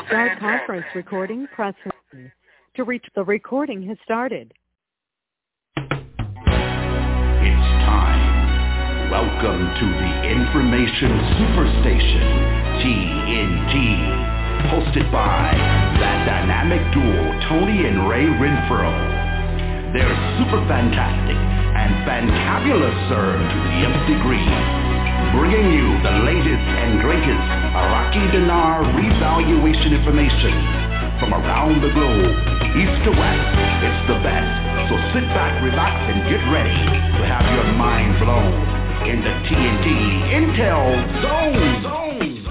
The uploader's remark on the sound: TNTSuperfantastic Conference Call